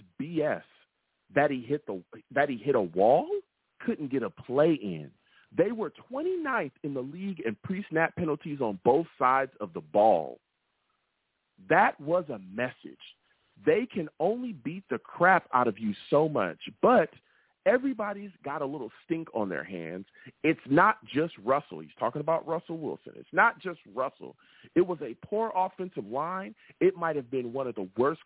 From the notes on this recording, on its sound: I take live callers!